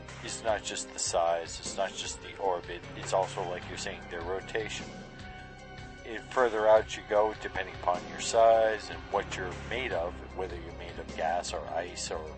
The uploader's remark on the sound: backyard with some burgers, beers, and a couple of microphones.